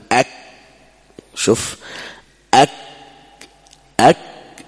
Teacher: عند نزول أقصى اللسان، يعني هو يرتفع أقصى اللسان في الحنك الأعلى، أك ينغلق المخرج ما يكون صوت · Term: الشديدة